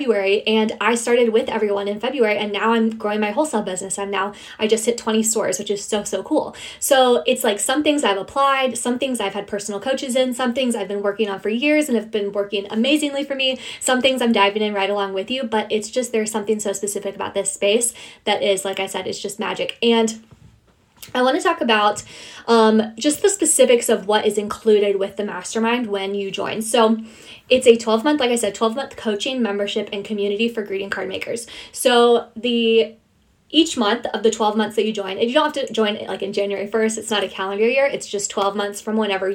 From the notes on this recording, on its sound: sharing my Instagram live